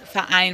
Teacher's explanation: Und äh, das, äh, das kennt man zum Beispiel für, äh, wenn ich das Wort habe, Verein, dann habe ich auch das, also nach der Vorsilbe des, vom Ver habe ich das, so ein kurzer Stop, Verein, weil ich sage nicht Verein, sondern Verein. · Term: glottaler Stop